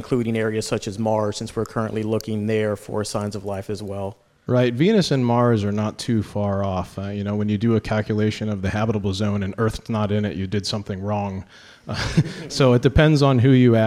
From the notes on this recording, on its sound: We travel to the University of Notre Dame to celebrate the 150th anniversary of its College of Science with a show recorded in front of a live audience. Recorded at the Eck Center at the University of Notre Dame.